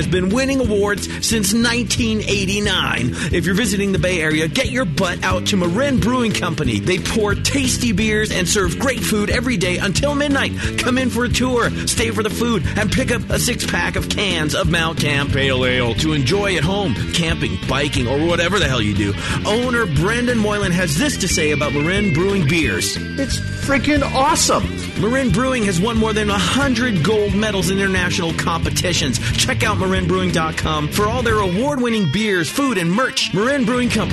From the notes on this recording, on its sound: live Session from The Hop Grenade in Fort Collins